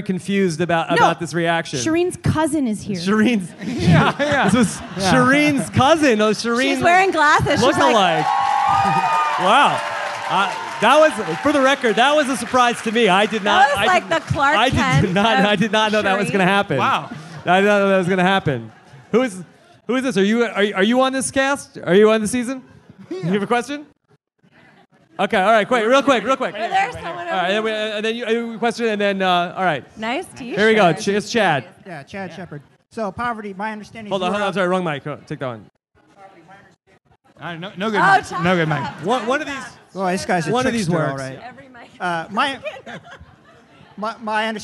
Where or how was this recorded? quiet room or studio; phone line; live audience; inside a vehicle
live audience